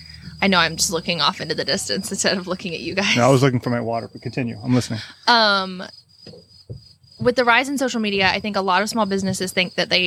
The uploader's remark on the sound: Because we're proud midwesterners, we recorded this episode in person on a wagon in the middle of a cornfield.